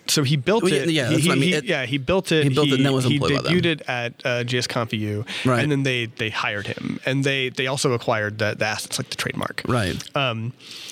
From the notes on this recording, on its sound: recorded at Node Interactive 2016